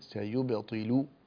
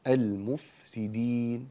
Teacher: اللام المضمومة لابد أن تضمها ضما كاملا، تقول سيبطله، لا تقول سيبطله، لو لا المفسدين، لا تقول المفسدين. · Term: إتمام الحركات